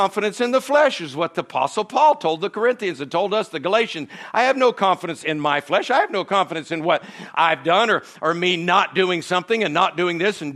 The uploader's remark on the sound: From the Sunday night service on September 24, 2023 at Harvest Bible Church in Stockton, California. Is from the Sunday night service.